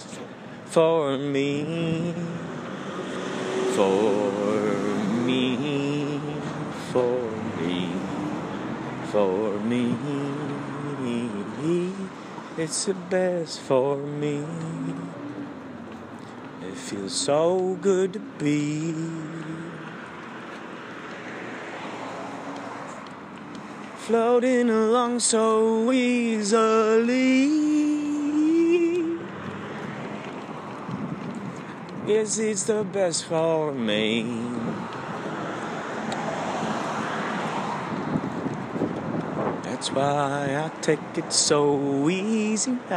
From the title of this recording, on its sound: Windy Street